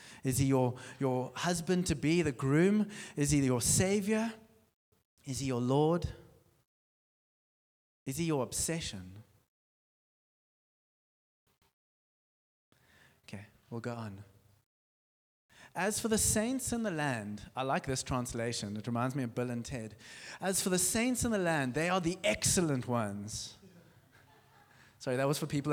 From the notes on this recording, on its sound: Sunday Sermon. At Joshua Generation Church Milnerton congregation.